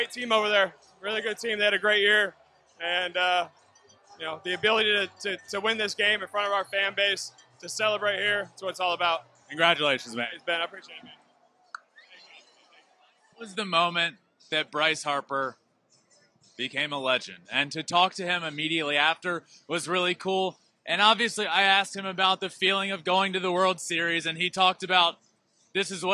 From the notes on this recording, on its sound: NLCS POST GAME SHOW LIVE. Live on the field moments after the Phillies defeated the Padres!